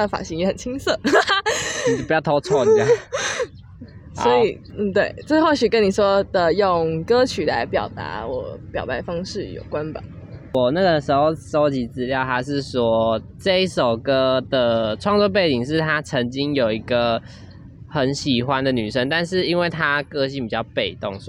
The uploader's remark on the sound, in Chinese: 不得已在戶外錄，有諸多雜音／暴風請見諒！